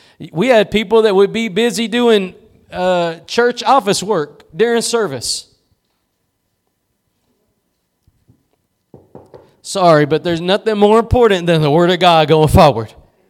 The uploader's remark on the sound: Preached at Gospel Lighthouse in Bossier City, La.